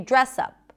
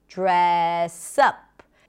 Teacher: the stress is usually on the second part of the phrasal verb, on the particle · Shown in: second take · In this case, the word up, dress up.